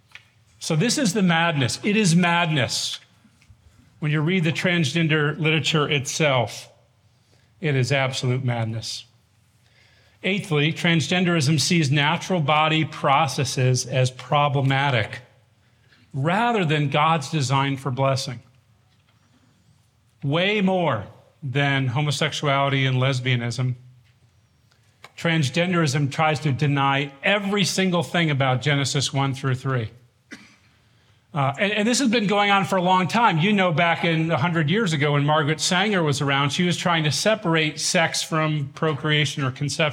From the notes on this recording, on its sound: This workshop from the Shepherds 360 Conference in 2023